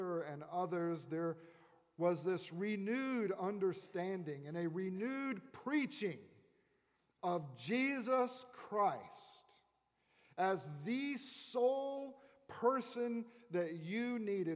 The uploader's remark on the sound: At Redeemer Presbyterian Church in Charleston, SC